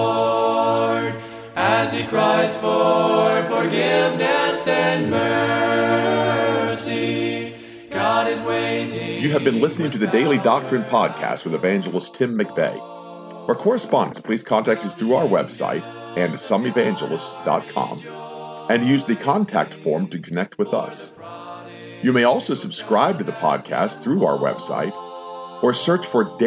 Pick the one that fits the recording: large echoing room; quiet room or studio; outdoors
large echoing room